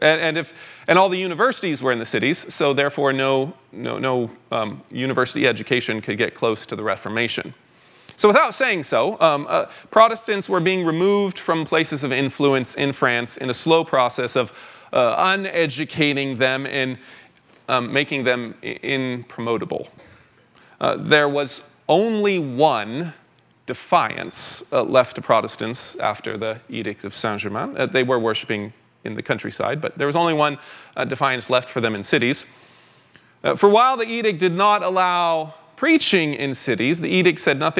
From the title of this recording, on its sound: 2023 Fall Conference Talk #1